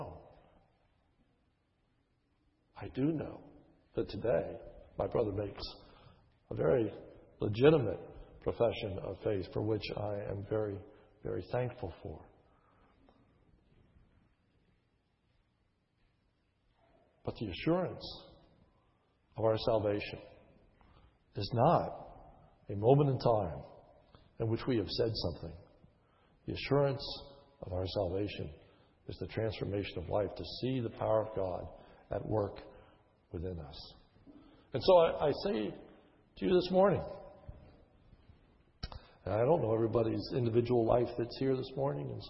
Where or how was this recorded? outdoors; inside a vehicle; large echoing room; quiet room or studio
large echoing room